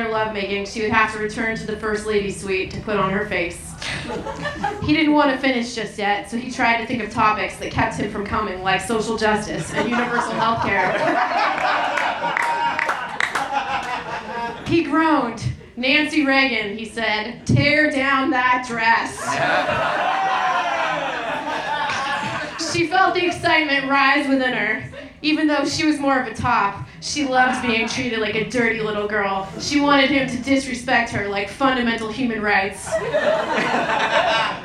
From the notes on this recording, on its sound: Recorded March 20, 2016 at The Virgil in Los Angeles